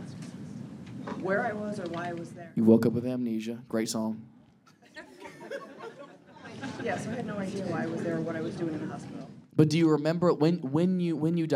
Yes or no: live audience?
yes